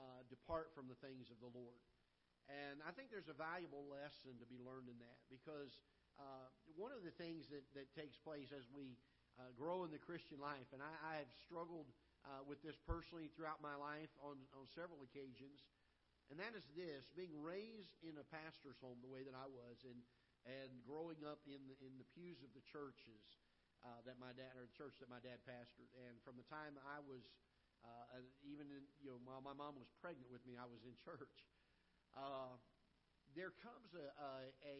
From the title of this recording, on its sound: Ketha Heights Baptist Church ~ Live Broadcast